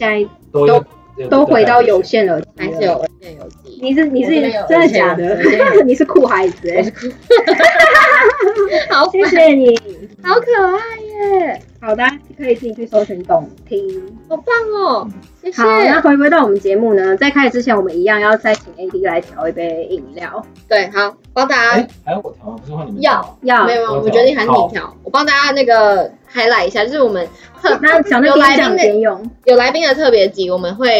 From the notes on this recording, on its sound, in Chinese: 本集內容因技術問題，音質不如預期，致上十二萬分歉意。